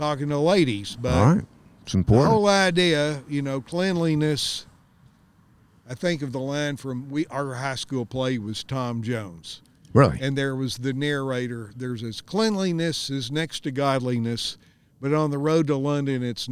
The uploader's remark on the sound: A podcast recorded next to the old Green River Bridge. Mobile podcast recording studio.